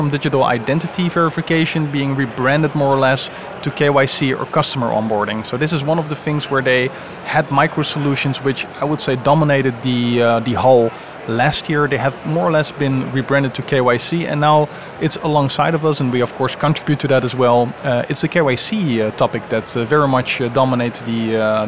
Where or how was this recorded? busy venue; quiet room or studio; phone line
busy venue